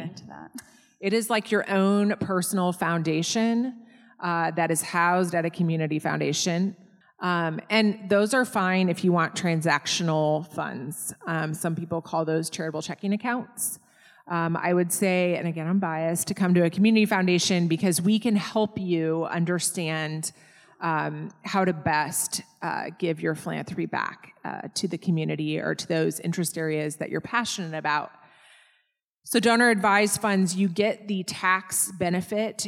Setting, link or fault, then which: setting, live audience